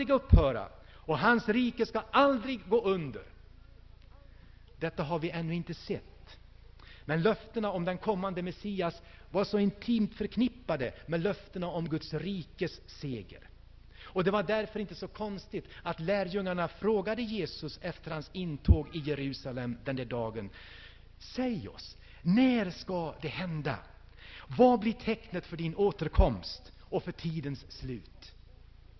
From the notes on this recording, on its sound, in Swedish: Inspelad i Hönö Missionsförsamling 2000-12-03.